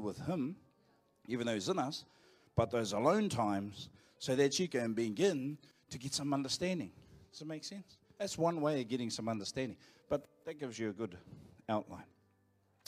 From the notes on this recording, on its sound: Live from IwiTapu Destiny Church Hawkes Bay